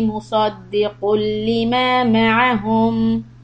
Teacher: this is tanween followed by lam that is idgham no gunna